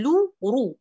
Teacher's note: لورا وين يا اللام هنا حذفتي البضع من الحركة بدي لو رو هي نفسها ضمة اللام هي نفسها ضمة الراء